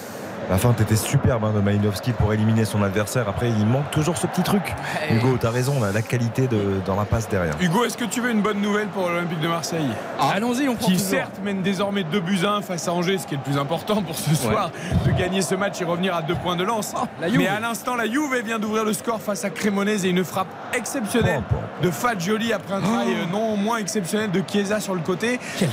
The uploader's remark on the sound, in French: en direct du stade Vélodrome